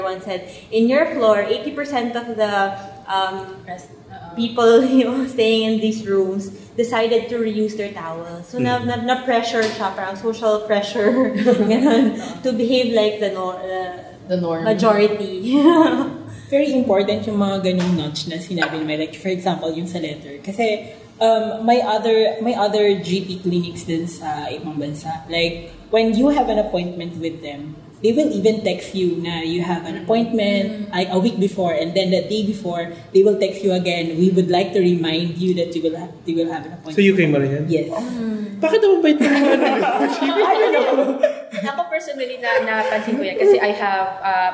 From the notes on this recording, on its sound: Recorded on 11 March 2019 at the Nipa Brew Taproom, Makati.